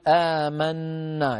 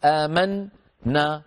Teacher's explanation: إذا دخلت نا التي هي ضمير الفاعلين على فعل ماض آخره نون فإننا ندغم النون في النون وجوبا، نقول نحو آمنا، يعني لا بد أن نقول آمنا لا نقول آمنا، ما نفصل النون عن النون، لا بد من الإدغام · Shown in: first take